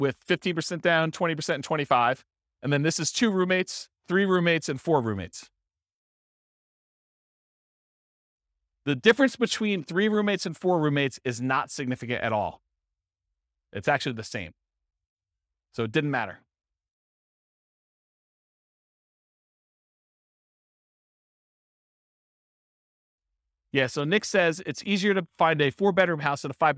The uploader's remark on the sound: This was a live class recorded